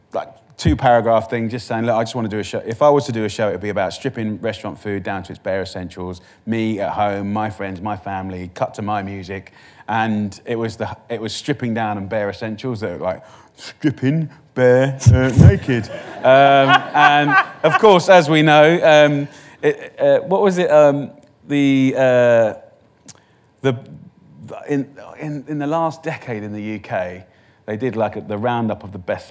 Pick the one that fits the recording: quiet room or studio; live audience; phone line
live audience